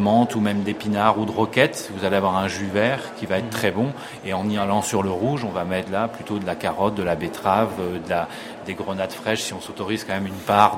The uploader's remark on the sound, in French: A l’occasion du Salon planète durable, parc des expositions de la porte de Versailles à Paris. Nous vous proposons d’écouter l’enregistrement que nous avons fait lors du salon planète durable en Avril 2011.